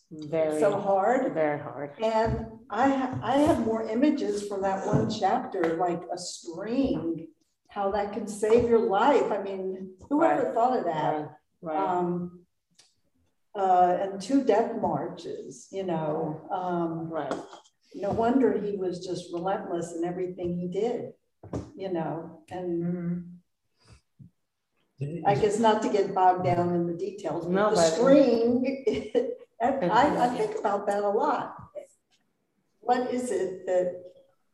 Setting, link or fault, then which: setting, live audience